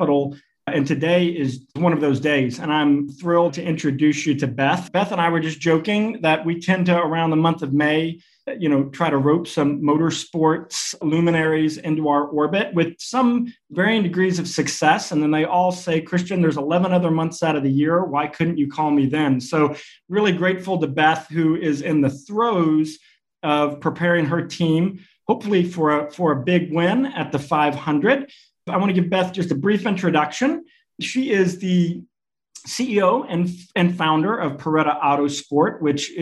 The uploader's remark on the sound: A virtual fireside chat.